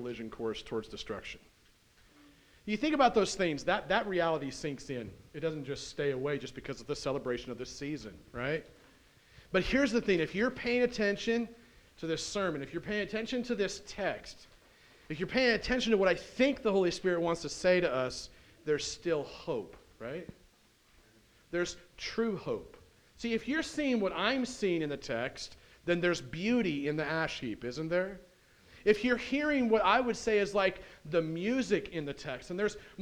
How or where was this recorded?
large echoing room